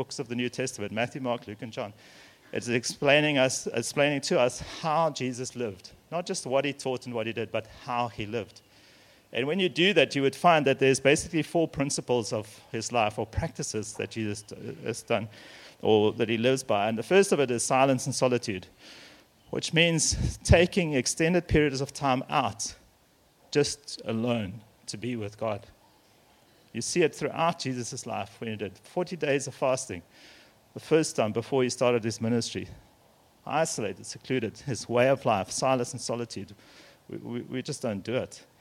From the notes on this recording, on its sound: Messages here were recorded at Men’s Breakfasts hosted at RED POINT Church.